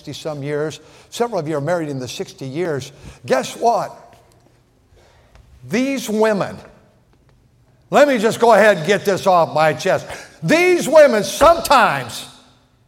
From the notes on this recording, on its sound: at North Valley Baptist Church in Santa Clara, California, during the Sunday Morning service on February 11, 2024.